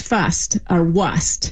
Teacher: the first hints that R's ever started to get dropped, primarily in words where that was like R-S-T, like first or worst. We'd see it written as fust or wust.